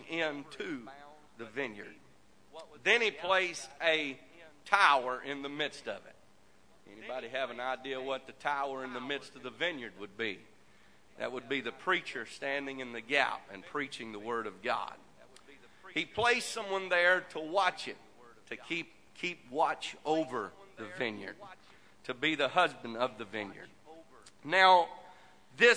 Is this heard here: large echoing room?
yes